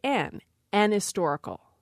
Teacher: in unstressed syllables, that H sometimes is lightly pronounced if it's pronounced at all. So for speakers with a lightly pronounced H, they will say an historical. · Term: H light